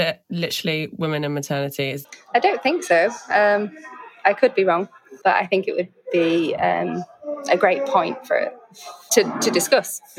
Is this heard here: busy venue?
yes